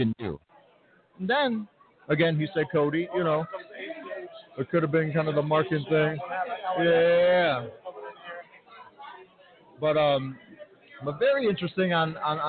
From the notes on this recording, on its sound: LIVE at STARRCAST on PODCAST ROW during ALL IN weekend in Chicago!